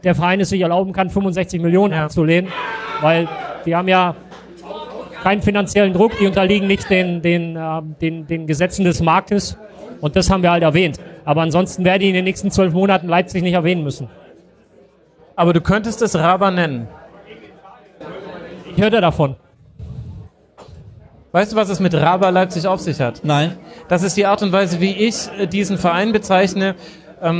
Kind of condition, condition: setting, live audience